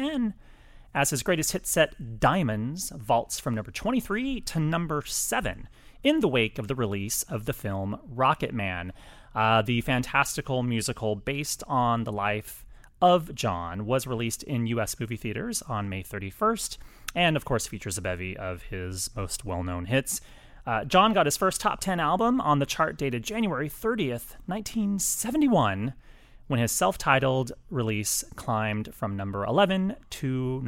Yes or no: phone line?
no